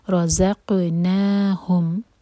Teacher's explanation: نہیں، رزق زق نہیں ہوگا، رزق نہیں ہوگا، رزق ہوگا، اور قاف پر قلقلہ اور زا پر بزنگ ساؤنڈ